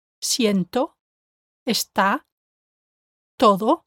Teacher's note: Practice saying the words siento, está, todo, with your tongue touching the back of your top teeth. Notice how the Spanish T does not have that puff of air typical of the English T.